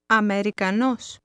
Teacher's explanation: Notice that the stress is on the end of the word.